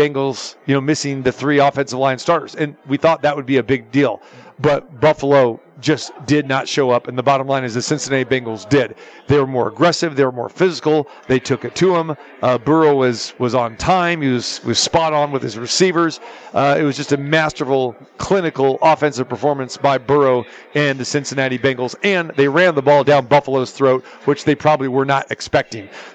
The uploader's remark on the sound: Football Friday Live from the Superbook at the Westgate Las Vegas.